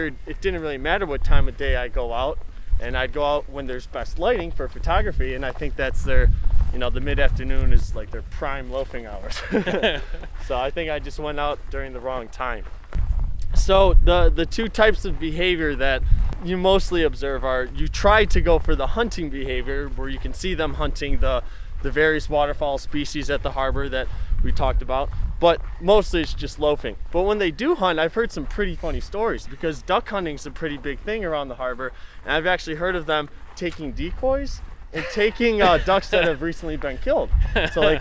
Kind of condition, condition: setting, outdoors